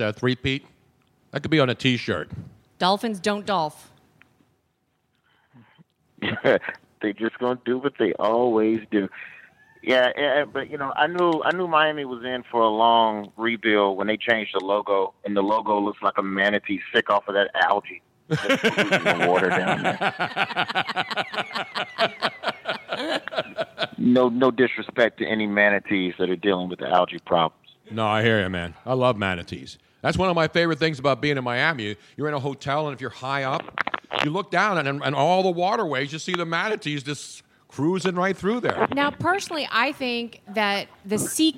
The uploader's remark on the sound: This week's pre-winter-storm edition of the podcast live from Moonshine Philly.